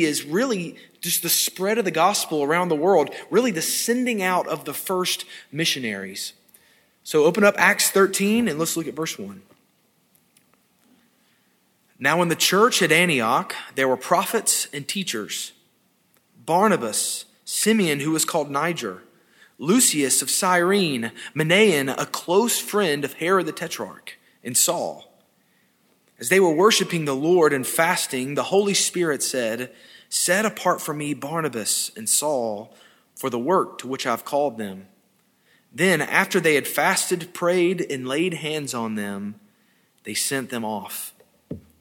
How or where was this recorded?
large echoing room